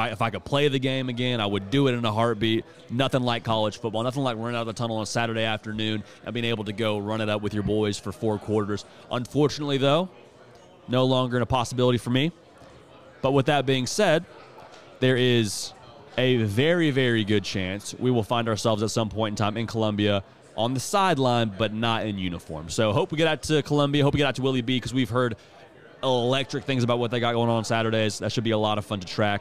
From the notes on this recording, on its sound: We are LIVE from SEC Media Days!